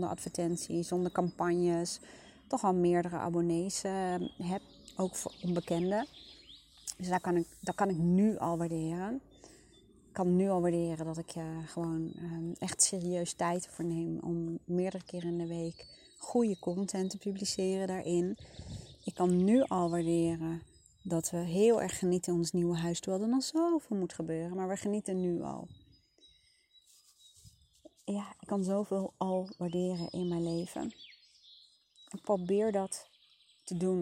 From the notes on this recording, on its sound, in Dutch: Niet door mij maar door de achtergrondgeluiden!